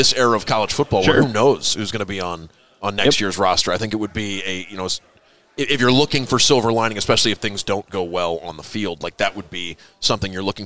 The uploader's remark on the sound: Record a podcast as the last people left on Radio Row at Media Days on Tuesday evening in Nashville. Before the SEC’s Internet connection kicks him out.